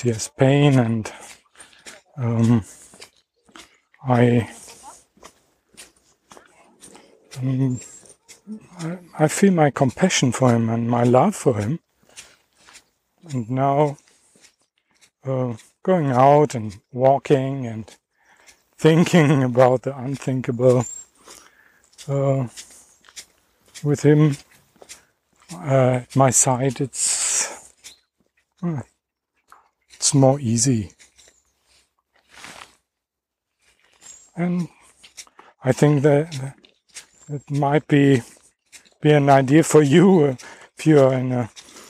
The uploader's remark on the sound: Dog Walk. I am walking and talking about the schizophrenic summer 2018 in Germany.